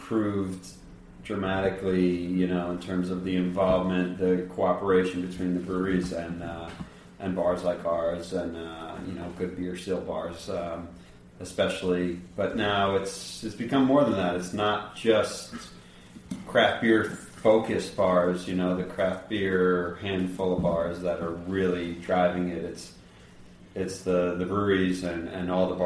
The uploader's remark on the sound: recorded a special off-site show in the Bronx for a celebration of NYC Beer Week